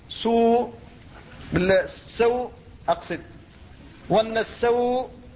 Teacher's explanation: الواو هنا حرف ساكن ولكن الحركة التي قبله فتحة وهي غير مجانسة له وهو حرف لين وليس حرف مد